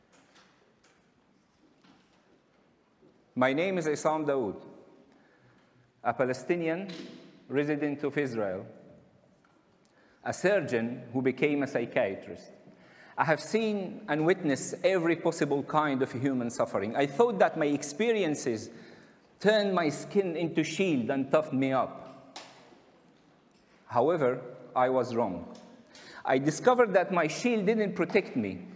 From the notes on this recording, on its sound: recorded at the 2021 Oslo Freedom Forum